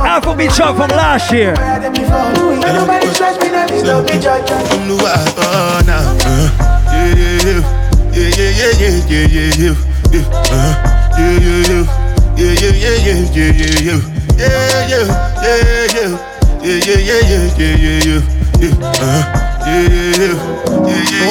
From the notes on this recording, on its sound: Live audio recording of my set at island saturdays on june 11.